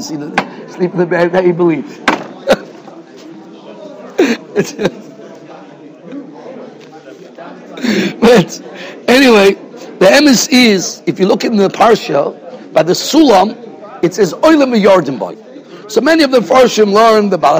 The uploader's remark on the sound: Shiur recorded in Yeshivas Ohr Reuven, Monsey, NY.